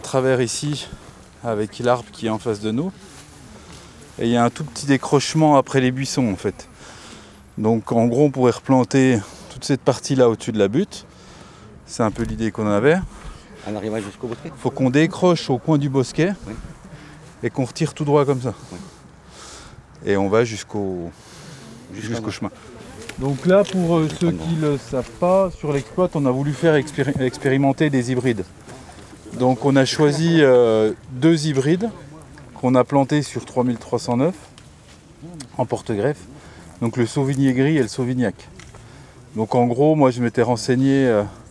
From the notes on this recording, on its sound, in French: L’idée était de confier, le temps d’un week-end, tout le matériel d’enregistrement nécessaire afin de réaliser des reportages sur le terrain. Et c’est l’équipe pédagogique du Campus Montmorot situé dans le Jura qui a répondu avec beaucoup d’enthousiasme.